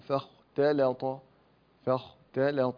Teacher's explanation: التاء هنا مرققة والطاء مفخمة